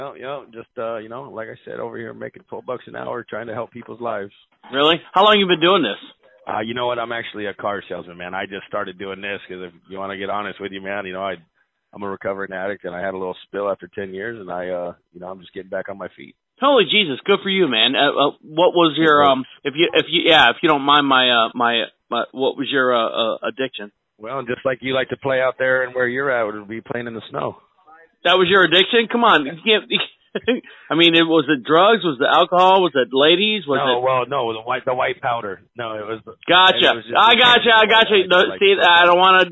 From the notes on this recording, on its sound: I promise you this is a live call. Only edits were for time to remove the huuhhhs and umms.